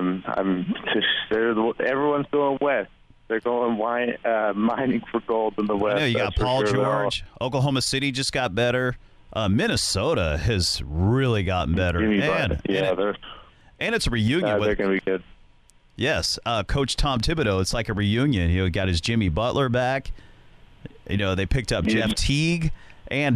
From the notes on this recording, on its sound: phones in from the City